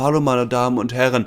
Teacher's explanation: Viel zu viel Atem verlässt den Körper und deswegen kommt kein prägnanter, resonanzreicher, kräftiger Stimmklang zustande, sondern die Stimme klingt ja sehr dünn, wenig gerichtet, verhaucht und einfach wenig resonanzreich · Term: Das gehauchte